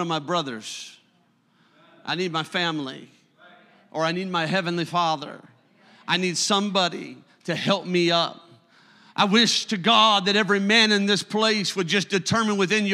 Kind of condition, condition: setting, large echoing room